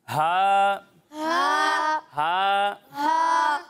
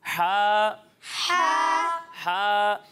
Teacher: اور جب آپ ہا کی ادائیگی کریں گے تو اسے حلق کے نیچے والے حصے سے پڑھیں گے · Shown in: second take